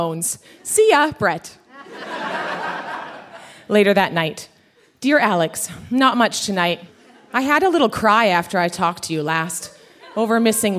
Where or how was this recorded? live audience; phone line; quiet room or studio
live audience